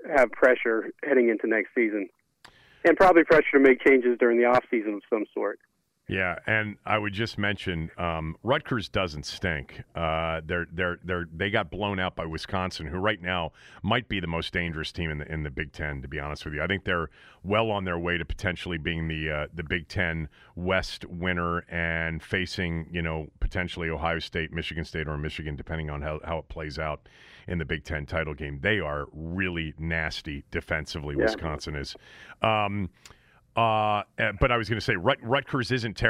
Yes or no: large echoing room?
no